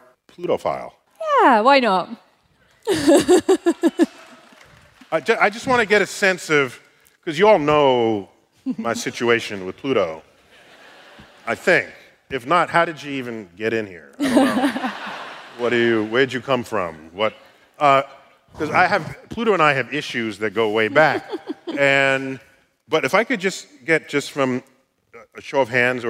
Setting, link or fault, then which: setting, live audience